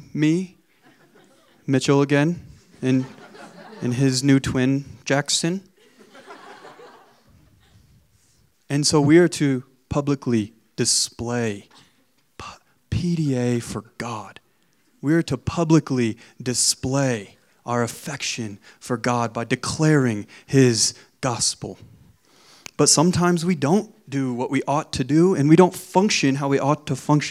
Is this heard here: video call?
no